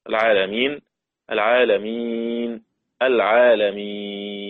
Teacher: كلمة العالمين الوقف عليها بثلاثة أوجه: قصر وتوسط وإشباع، كل واحد منها مع السكون المحض.